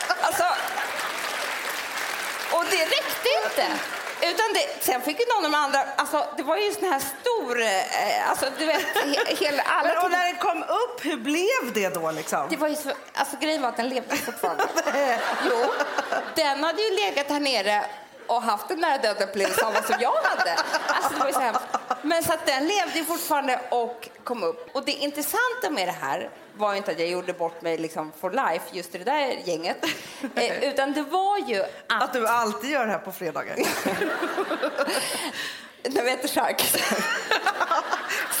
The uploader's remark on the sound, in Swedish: inspelning inför 600 personer på Rival